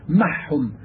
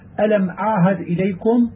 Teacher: وإذا سكنت العين وأتت بعدها هاء وجب التحفظ بإظهار العين لئلا تقرب من لفظ الحاء · Shown in: second take